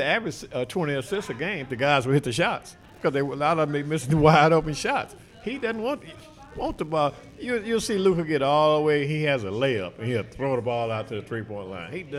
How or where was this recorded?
busy venue